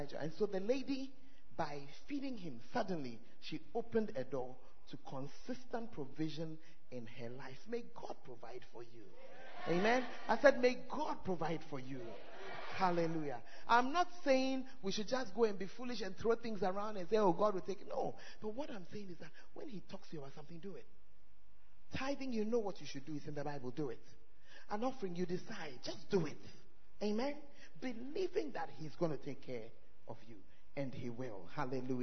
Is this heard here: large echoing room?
yes